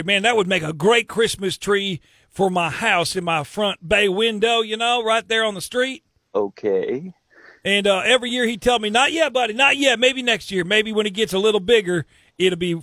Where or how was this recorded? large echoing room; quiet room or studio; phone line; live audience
phone line